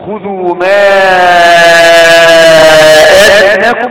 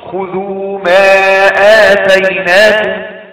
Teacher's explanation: خذوا ما آتيناكم هذا توسط اربع حركات · Shown in: first take